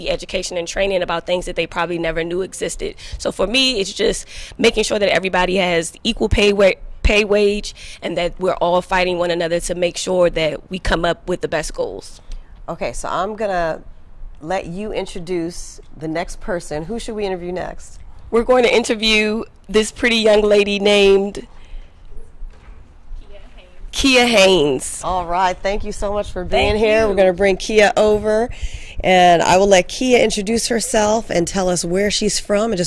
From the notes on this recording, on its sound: On-location at the 50th National Education Conference of the A. Philip Randolph Institute in Minnesota.